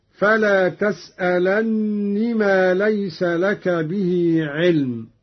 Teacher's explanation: قرأ قالون بتشديد النون هكذا: فلا تسألني ما ليس لك به علم، على أنها نون التوكيد الخفيفة أدغمت في نون الوقاية.